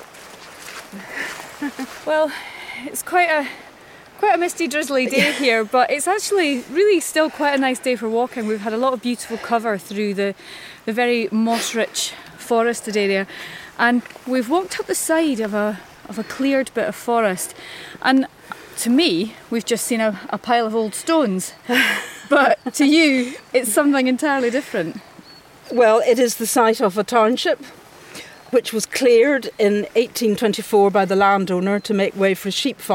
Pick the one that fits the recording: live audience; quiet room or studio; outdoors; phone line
outdoors